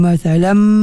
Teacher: tanwin bertemu dengan mim, idgham ma'al gunnah kamil